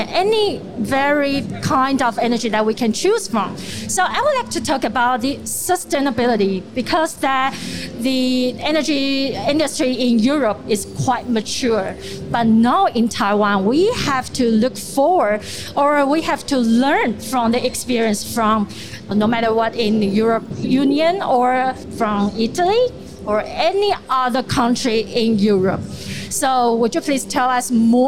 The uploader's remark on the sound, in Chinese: 2021 Energy Taiwan智慧能源週-Live Podcast